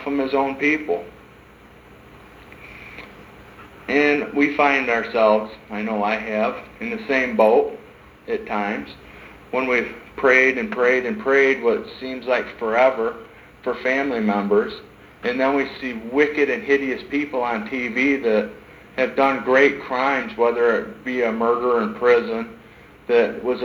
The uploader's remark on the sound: sermons preached in 2012 at Hope in Christ church